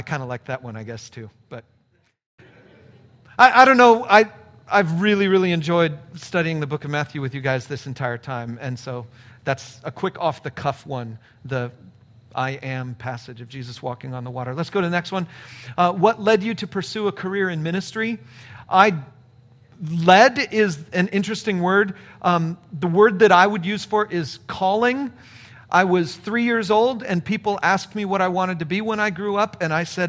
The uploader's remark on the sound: a live Q & A session